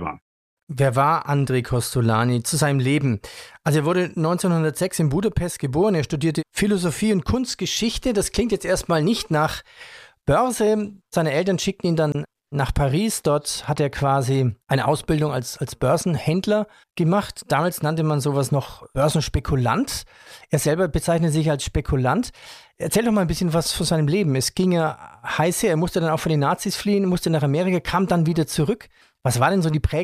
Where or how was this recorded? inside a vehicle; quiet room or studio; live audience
quiet room or studio